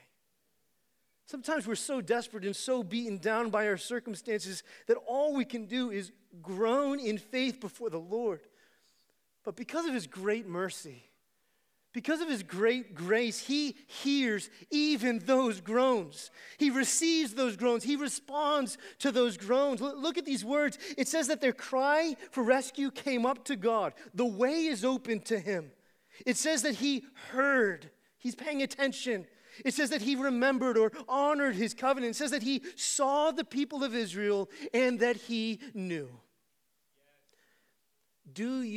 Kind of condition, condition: setting, large echoing room